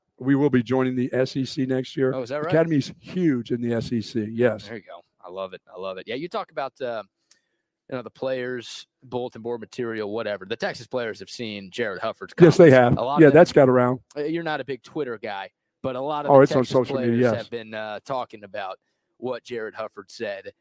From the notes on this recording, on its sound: LIVE from the brand new Academy in Hutto!